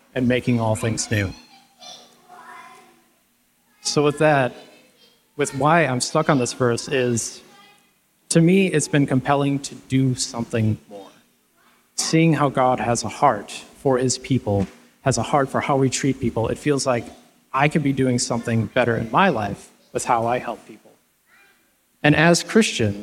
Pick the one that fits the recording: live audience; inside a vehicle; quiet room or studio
live audience